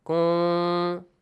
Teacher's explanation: Look, you don't hear the meem completely. It's hidden · Term: ikhfa